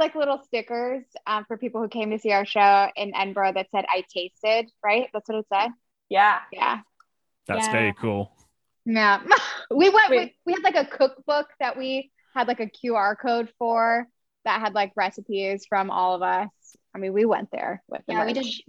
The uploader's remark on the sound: Joined me for a 1am zoom call and we had such a good time that I didn't want to edit it up. Instead I am bringing you the complete, uncut interview with myself and the cast.